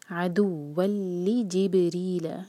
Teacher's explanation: با پر قلقلہ اور را کو باریک رکھیں گے